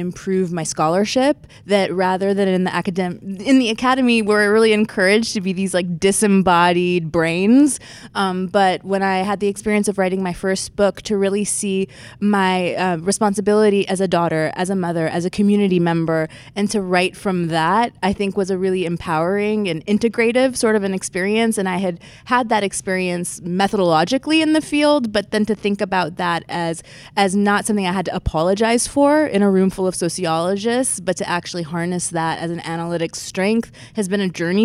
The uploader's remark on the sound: Cross-Disciplinary Roundtable. Recording Location: 2019 MESA Annual Meeting, New Orleans.